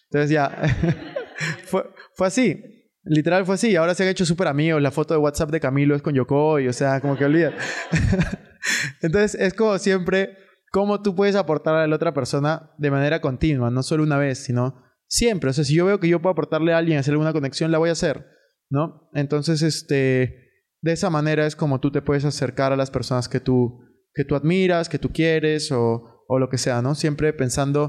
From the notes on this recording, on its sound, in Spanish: En este episodio respondemos en vivo todas las preguntas hechas en el Taller de Inteligencia Financiera.